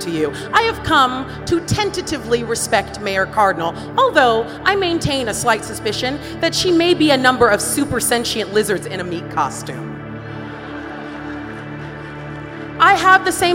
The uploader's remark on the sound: An excerpt from our new touring live show